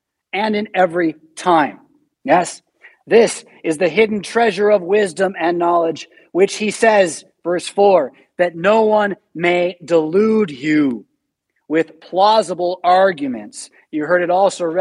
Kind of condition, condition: setting, large echoing room